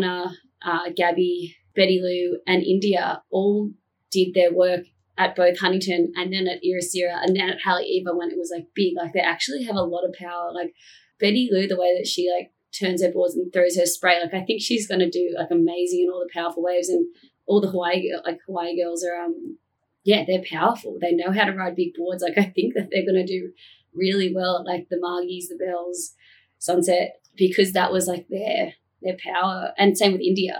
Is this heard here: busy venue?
no